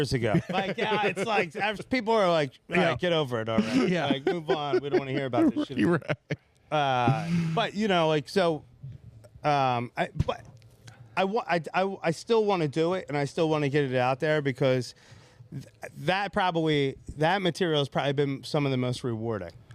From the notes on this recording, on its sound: interview comics fresh off the stage from our monthly 7 for 7 comedy show!